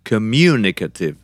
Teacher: another word, for example, communicative, is accentuated on mu